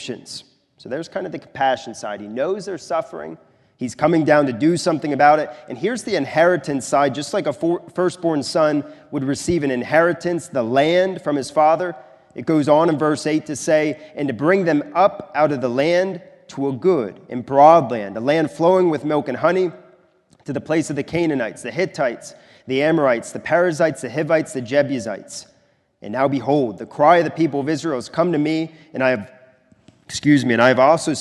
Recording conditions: large echoing room